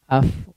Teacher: yang digunakan adalah ketika mengucapkan huruf fa adalah bibir bagian dalam, ya, bukan bagian depan.